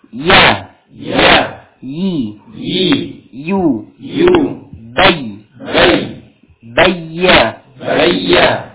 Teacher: Ini adalah makhraj wasatul lisan menyentuh dengan langit-langit atas. Tengah lidah bersentuhan dengan langit-langit atas